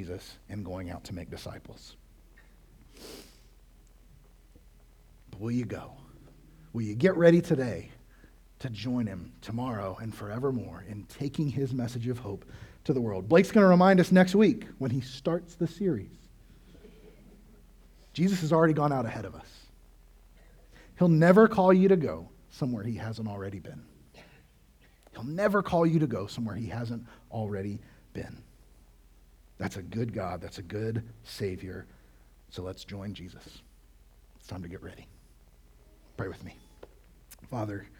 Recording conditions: large echoing room